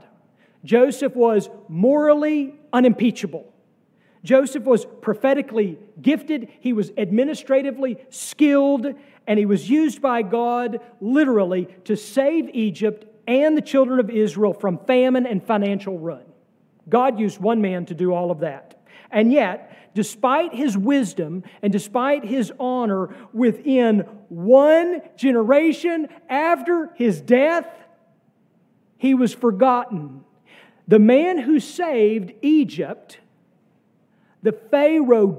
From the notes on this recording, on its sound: sermon from our worship service on May 14, 2023